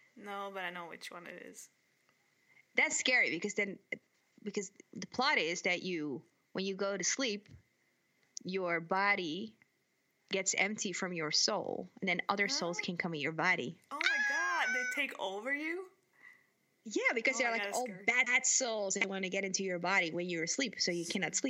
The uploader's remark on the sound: BAD SOUND!